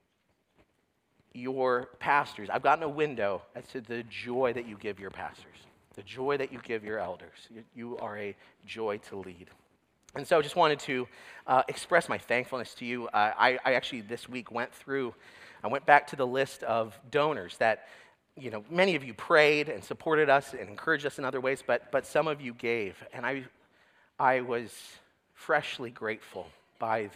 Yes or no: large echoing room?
yes